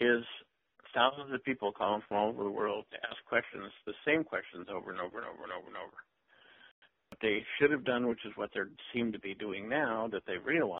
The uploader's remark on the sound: Conference call